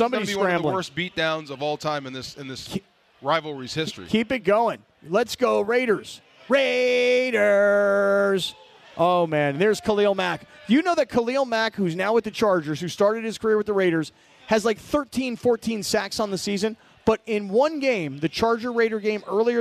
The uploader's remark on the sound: LIVE From Yaamava!